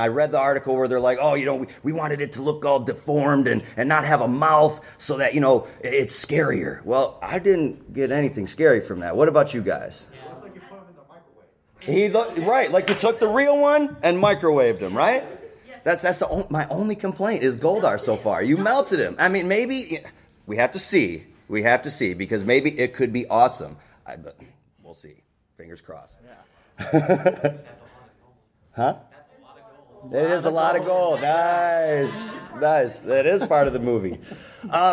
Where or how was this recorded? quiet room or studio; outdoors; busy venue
busy venue